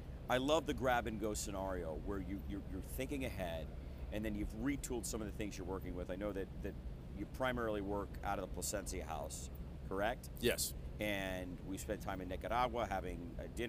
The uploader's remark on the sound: On the Cigar Lockdown Set! Recorded Live at the 2021 PCA Las Vegas trade show.